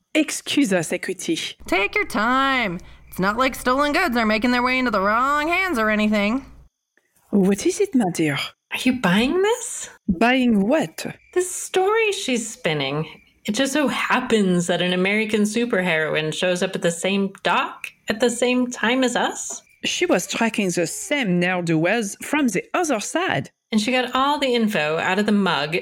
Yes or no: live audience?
no